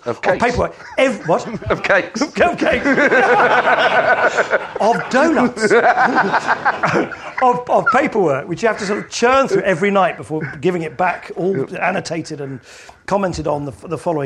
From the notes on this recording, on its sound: joined on stage this month